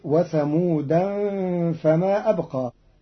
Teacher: قرأ قالون كلمة وثمود فما أبقى بتنوين الدال، فتصير وثمودا فما أبقى على إرادة الحي، والباقون على منع صرفه للعالمية والتأنيث على إرادة القبيلة.